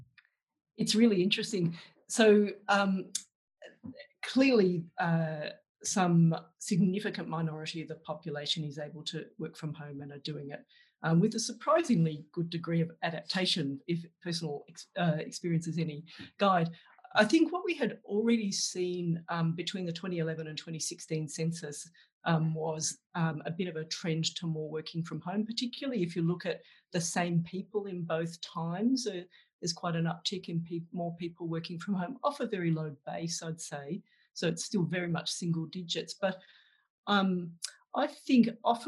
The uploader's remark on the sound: Planning for recovery: Australia after the pandemic - Webinar recording. In this Grattan Webinar recording, a panel of policy experts provided perspective on these questions.